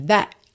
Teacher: That ficou até meio cortadinho mesmo. That, ok? Nem chegou a ter o T.